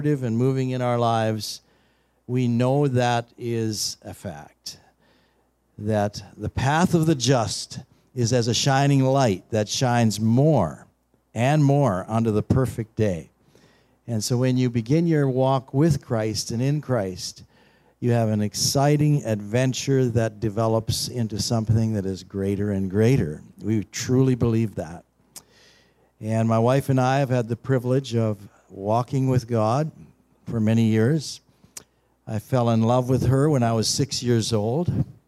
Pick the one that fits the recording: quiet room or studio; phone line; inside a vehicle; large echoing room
large echoing room